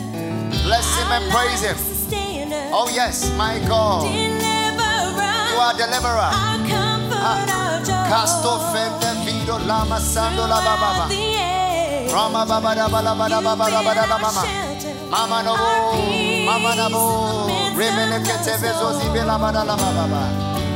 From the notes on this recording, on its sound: Preached at the FLOW Church Service.